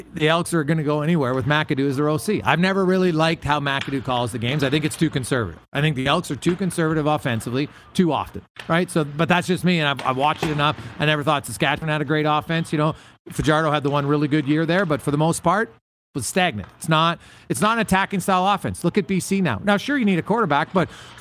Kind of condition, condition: setting, busy venue